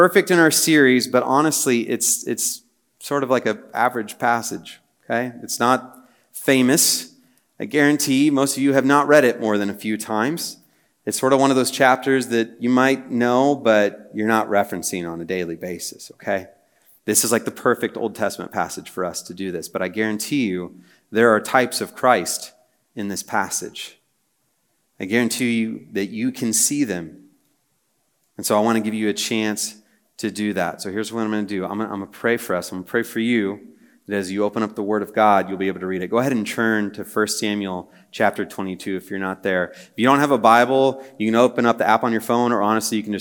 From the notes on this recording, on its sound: At a Thursday Night Gathering of Coram Deo College Ministry.